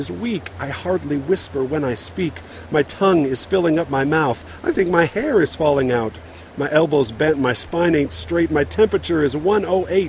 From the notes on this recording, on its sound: Recorded during a pause while fishing on the lower Provo River, just a couple of miles up the canyon from my house.